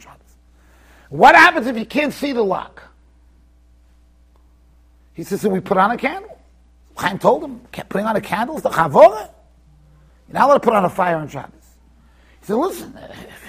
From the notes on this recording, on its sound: Shiur recorded in Yeshivas Ohr Reuven, Monsey NY.